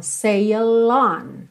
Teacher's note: Repara como você junta sail, que termina em L, no on